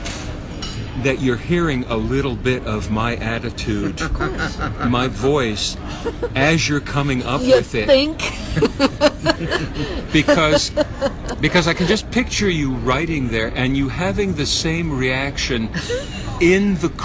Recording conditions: busy venue